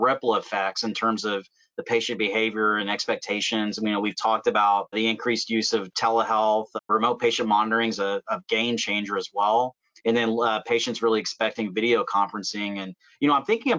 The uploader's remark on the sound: In this episode, we share the audio from a recent webinar.